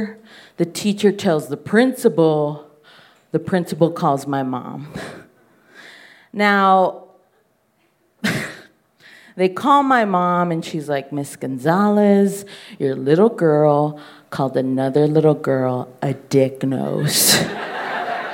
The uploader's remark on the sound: Told this story live on 25 August 2018 at High Plains Comedy Festival. Told this story live on 25 August 2018 at High Plains Comedy Festival.